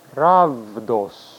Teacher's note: the beta was being pronounced like a V sound, as it is today in modern Greek